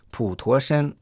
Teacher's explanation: Пу произносится в третьем тоне, То читается во втором тоне, а Шен в первом тоне.